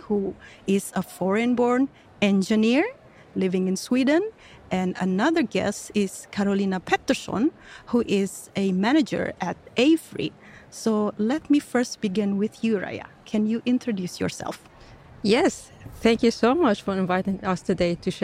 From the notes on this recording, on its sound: Welcome to this live version of 'Brainpod'. This episode was recorded during Engineering Day 2023 in Stockholm on November 23rd.